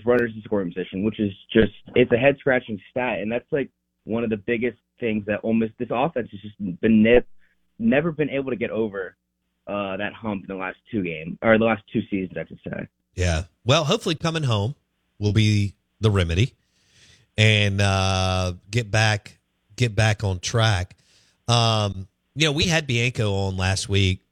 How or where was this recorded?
phone line